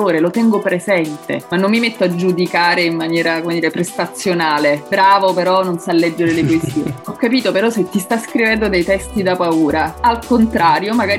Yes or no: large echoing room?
no